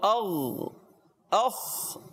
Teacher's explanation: ان دونوں میں کیا ہوتا ہے، آواز تھوڑی جاری رہتی ہے. یہ حلق کے بالکل اوپر والے حصے سے. · Term: غین اور خا